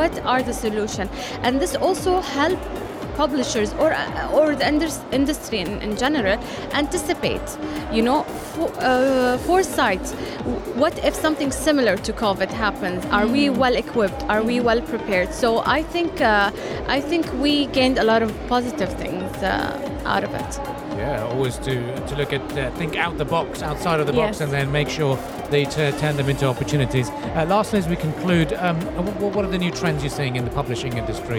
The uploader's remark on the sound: Live at SIBF 2023